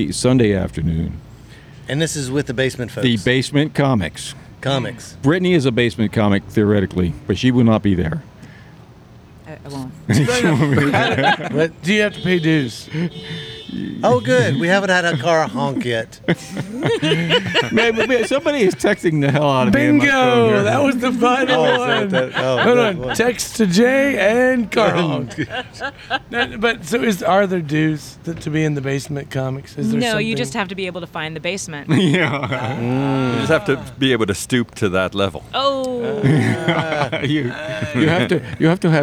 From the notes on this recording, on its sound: Recording outside is hard. Tonight we were reminded why recording outside might not have been the best option for a podcast! Large groups, barking dogs, car horns, car alarms, screaming children, church bells and maybe a murder. Tonight we heard it all.